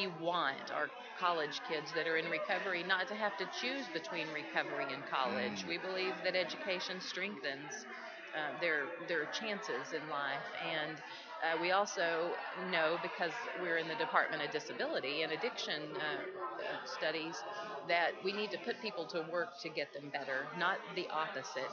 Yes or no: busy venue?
yes